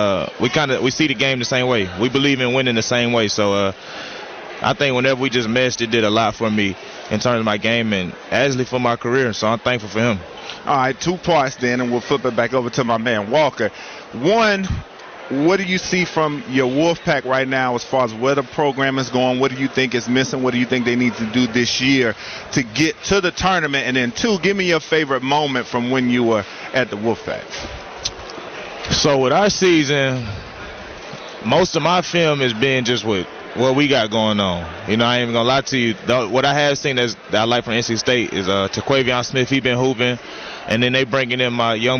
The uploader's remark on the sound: joins the show live from the cornucopia event